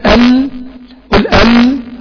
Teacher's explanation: شوف هنا المنظر ده من طرف اللسان، من جوانب طرف اللسان · Term: انحراف اللام